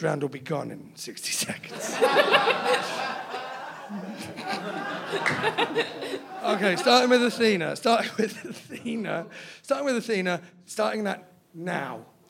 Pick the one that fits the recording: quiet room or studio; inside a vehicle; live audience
live audience